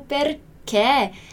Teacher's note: eu digo o perché bem com essa pronúncia bem aberta